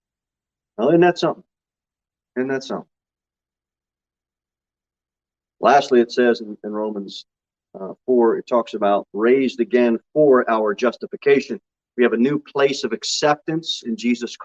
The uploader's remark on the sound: Sermon delivered at Pilgrim Baptist Church on Sunday, July 31, 2022 at 11:15 am. Jere Whitson Rd. Pilgrim Baptist Church is a bible-believing, independent Baptist church.